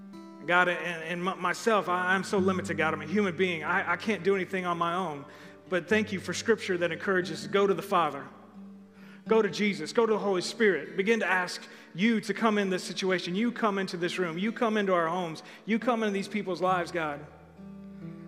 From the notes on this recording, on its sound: Recorded live on October 25, 2020 at The Fellowship at Two Rivers.